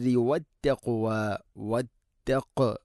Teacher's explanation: കാഫ് തൊണ്ടയുടെ മുകൾ ഭാഗവും കഴിഞ്ഞ് ചെറുനാക്കാണ് മഖ്റജ്